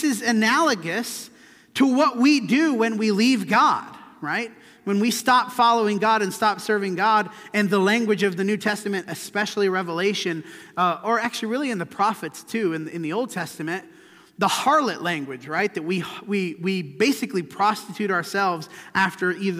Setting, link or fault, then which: setting, large echoing room